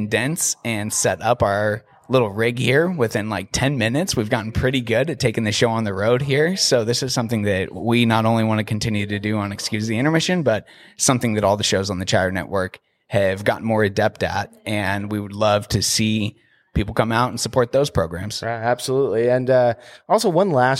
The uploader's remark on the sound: Sit down at the Grand Cinema lounge one more time to wrap up the 2022 Tacoma Film Festival.